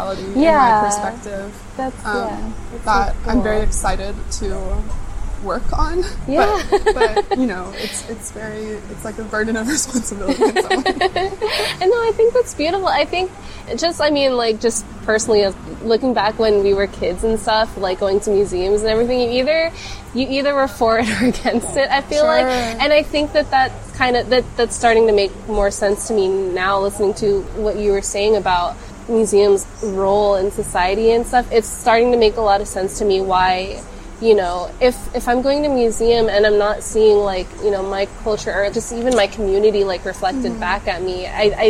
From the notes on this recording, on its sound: Episode recorded at Doshi House, Houston.